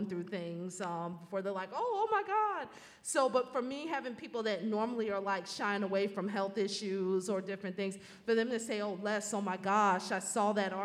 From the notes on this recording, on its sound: Live Panel Discussion. Here in Baltimore.